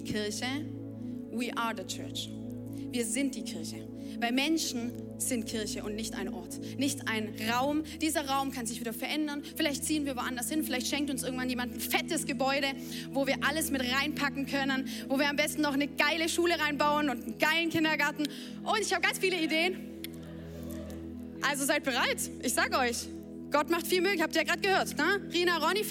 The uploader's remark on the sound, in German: Audiomitschnitt der Predigt.